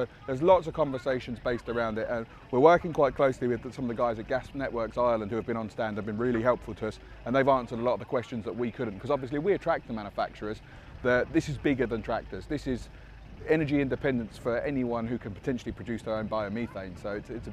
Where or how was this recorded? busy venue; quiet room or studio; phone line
busy venue